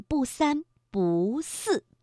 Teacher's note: 如果后面的字是去声，步在这里念阳平